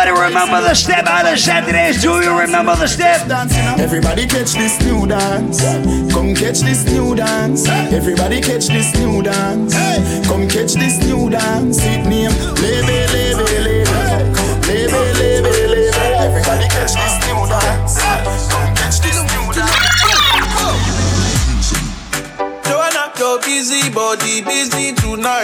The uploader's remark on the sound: Live audio recording of my set at island saturdays on Saturday Nov 5th.